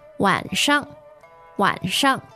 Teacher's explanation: that's third tone neutral